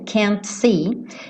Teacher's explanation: esse T do can't muitas vezes não é pronunciado. Então ele poderia tranquilamente ligar can't see, ligar o T no S, can't see, e aí você não ouviria.